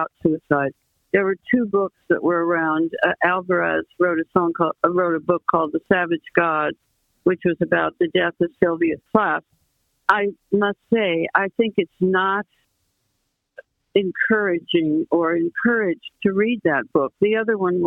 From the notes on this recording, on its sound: phone interview